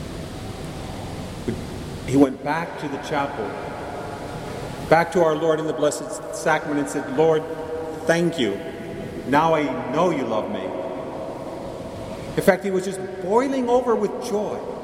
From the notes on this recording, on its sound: Mary of the Angels Church in Chicago, IL. Please note that this homily was recorded in the church during Mass.